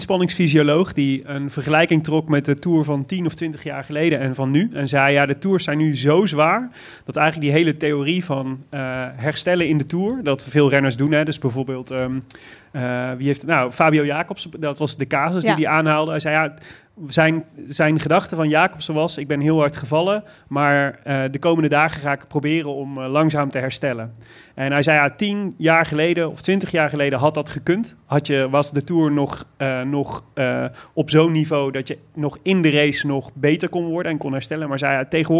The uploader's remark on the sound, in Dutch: Live vanuit bakkerij Kometenbrood in Amsterdam Noord.